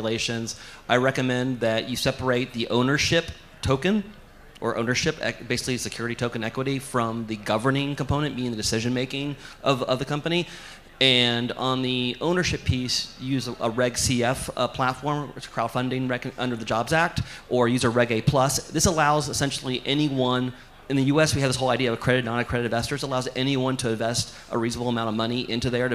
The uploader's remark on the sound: A Panel Discussion from DAO Planet